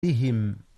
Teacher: قلقلة الباء إذ هي ساكنة